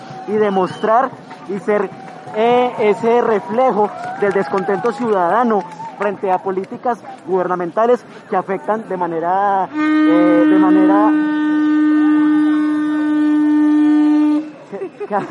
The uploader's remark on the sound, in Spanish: Tercer entrega de las grabaciones realizadas durante la movilización del 28 de mayo del 2021 en la ciudad de Armenia - Quindío.